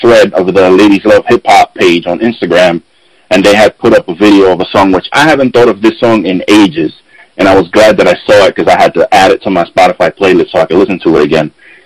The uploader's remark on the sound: joins me VIA conference call